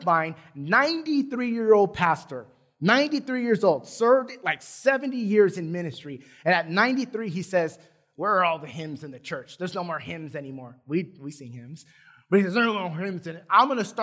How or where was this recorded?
large echoing room